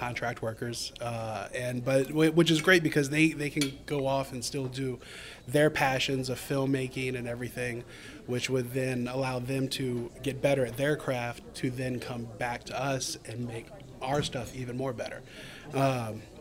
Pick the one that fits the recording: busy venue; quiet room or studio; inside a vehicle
busy venue